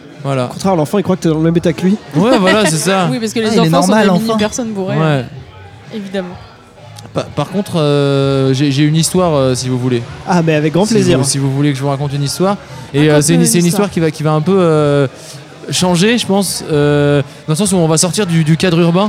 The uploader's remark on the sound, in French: épisode enregistré chez Touller outillage (Paris 11e)